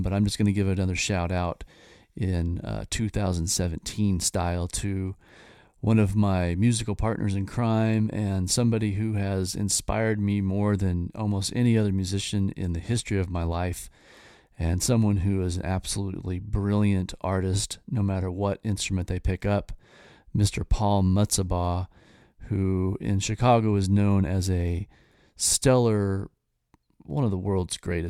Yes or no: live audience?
no